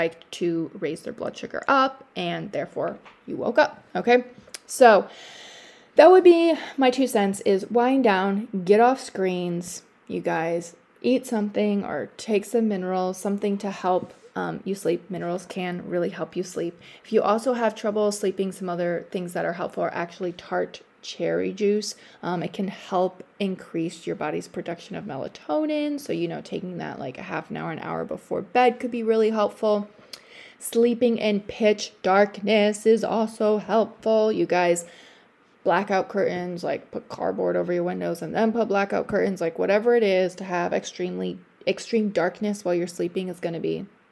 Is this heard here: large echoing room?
no